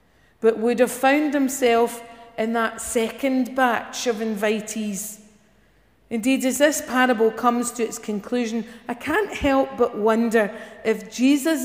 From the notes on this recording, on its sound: Morning worship recorded at Giffnock South Parish Church on 7th October.